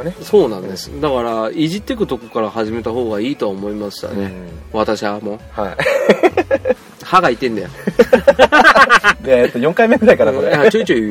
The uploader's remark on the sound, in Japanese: 今回は駐車場での収録だったのですが、リアルに二人でまさかの職質に遭遇。